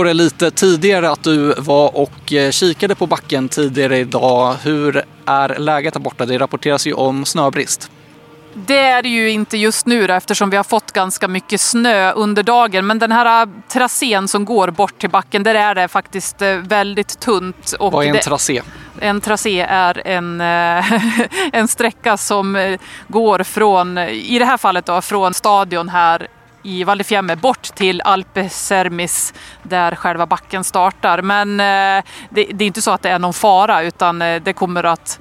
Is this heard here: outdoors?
yes